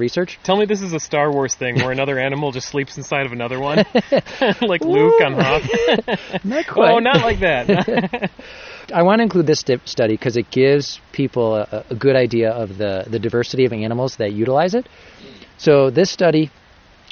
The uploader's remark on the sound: This episode was recorded in the Shale Creek section of Chestnut Ridge Park, located in Orchard Park, NY.